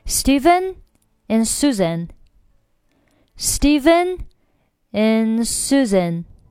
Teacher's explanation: 是把 and 直接弱读成 n